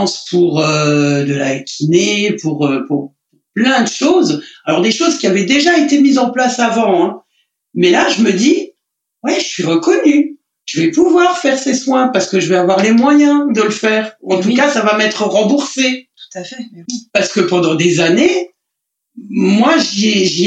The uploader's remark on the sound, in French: Je tiens par avance à m’excuser pour la qualité audio de cet enregistrement. En effet, lors de celui-ci j’ai oublié de sélectionner le bon micro sur mon logiciel… C’est pourquoi aujourd’hui j’ai privilégié le témoignage qui m’avait le plus ému et touché malgré un son de mauvaise qualité.